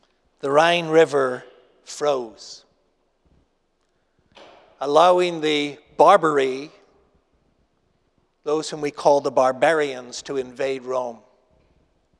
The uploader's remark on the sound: Asbury Seminary Kentucky Chapel, recorded on Thursday, April 27, 2023 at Asbury Theological Seminary's Kentucky campus